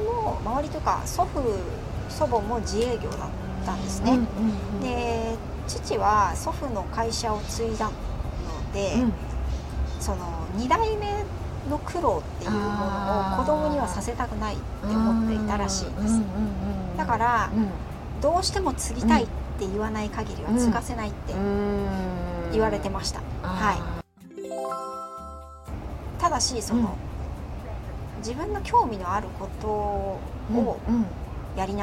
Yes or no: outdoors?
yes